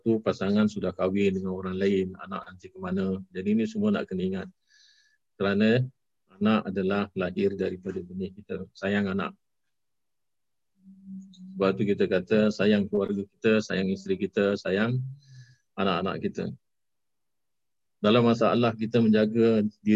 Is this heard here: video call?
yes